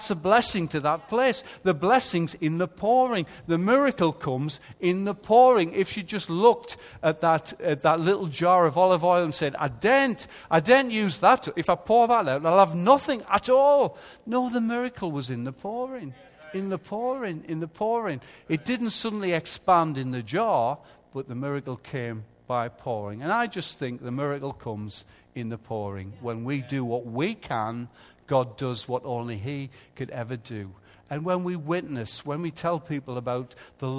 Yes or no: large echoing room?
yes